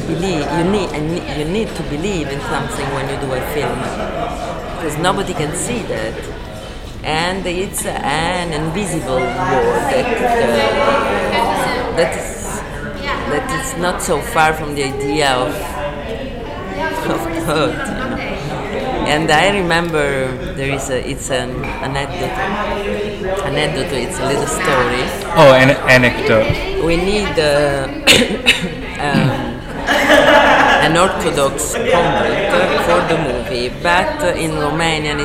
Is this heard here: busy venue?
yes